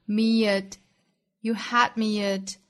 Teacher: me 和 at 再做连读